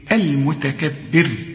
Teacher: طب هنا الراء مضمومة المتكبر، وقبلها برضو الراء مضمومة المتكبر، الراء نفخمها عند الوصل فقط، لكن إذا وقفت الراء ما دام بيسبقها حرف مكسور وهتقف عليها ترققها